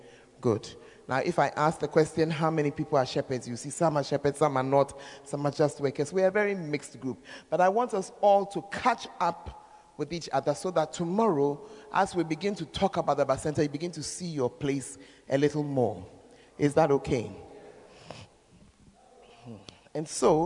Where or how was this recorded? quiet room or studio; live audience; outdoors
live audience